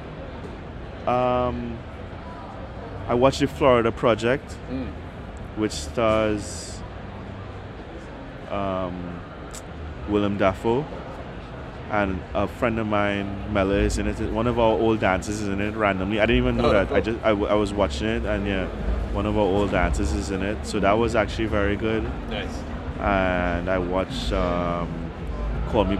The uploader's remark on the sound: Rebel Radio LIVE at Collision Conference. At the Collision Conference in New Orleans this spring.